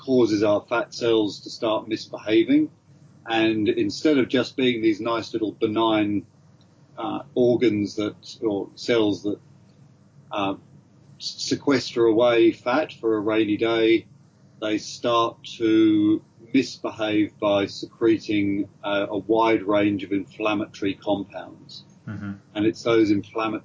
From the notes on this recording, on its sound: A cozy fire-side (ok, skype) chat.